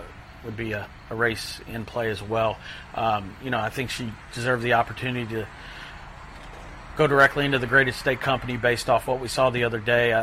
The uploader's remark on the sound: live from Saratoga Race Course